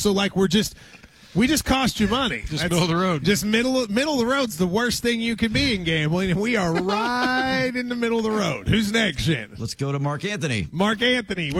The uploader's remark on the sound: KSR is Live from KSBar & Grille